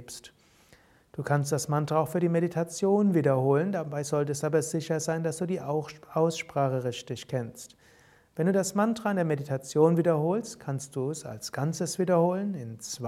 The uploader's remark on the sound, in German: Alles Aufnahmen von Yoga Vidya, meistens aus dem Samstag-Abend-Satsang im Sivananda Saal bei Yoga Vidya Bad Meinberg. Es gibt allerdings auch ein paar Aufnahmen direkt aus dem Sivananda Ashram Rishikesh.